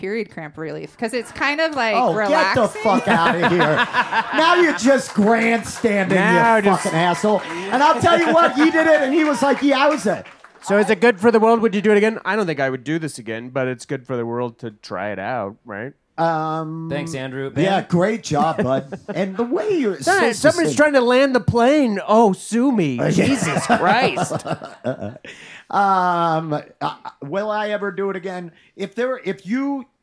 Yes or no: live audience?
yes